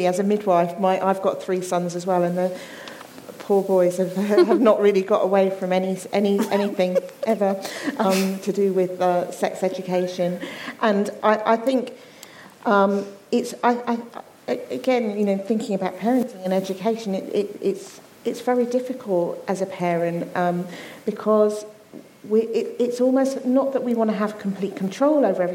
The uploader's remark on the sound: St Albans Soroptimists and *The Talent Keeper Specialists hosted a panel debate live from the Sandpit Theatre.